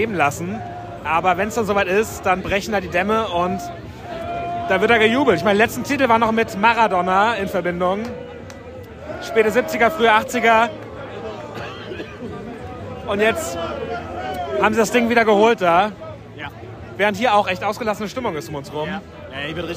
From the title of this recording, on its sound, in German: Live-Reportage aus dem Berliner Olympiastadion